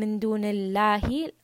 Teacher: Mulku samawati wal ard, ra and dad are both heavy. Wa ma lakum min dunillahi, Allah in this case is light.